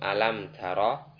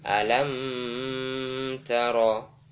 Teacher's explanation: Cukup memberikan gunnah pada mim. Tidak perlu digunnahkan dengan berlebihan. · Shown in: first take · Term: gunnah nakisah